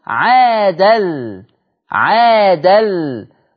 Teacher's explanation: التقاء التنوين باللام المتحركة حكم إضغام بغير غنة